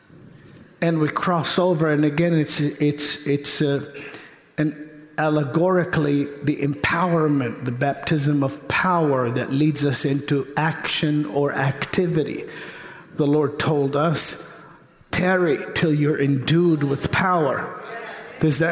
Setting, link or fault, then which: setting, large echoing room